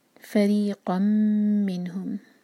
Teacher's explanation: sliding تنوین کے بعد میم ادغام غنہ کے ساتھ، میم کو ہولڈ کریں گے دو سیکنڈس